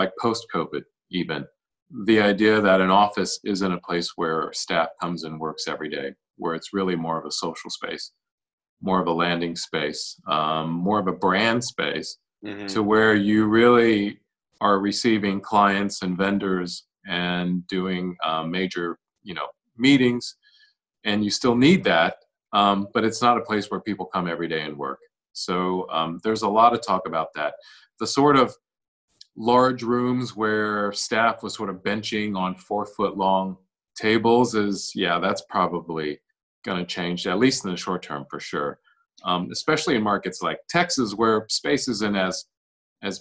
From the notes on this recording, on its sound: This is episode was recorded remotely on May 20, 2020.